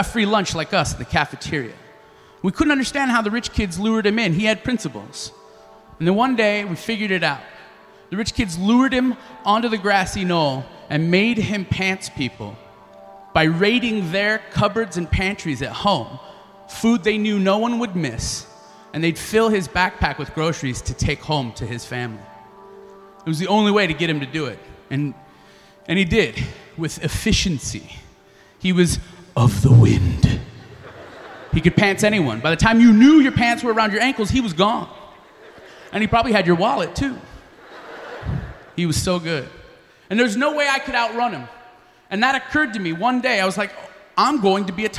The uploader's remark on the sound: Snap LIVE in Los Angeles